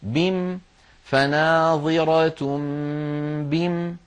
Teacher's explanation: على رواية حفص عن عاصم نقف عليها بحذف الألف هكذا بم فناظرة بم، على رواية حفص هكذا نقف، ولكن لا